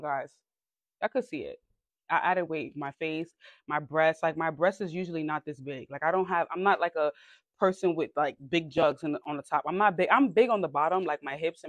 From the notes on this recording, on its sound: TIK TOK LIVE. This live was a bit laggy.